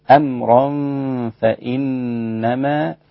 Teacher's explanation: غنة حركتين إخفاء مع الغنة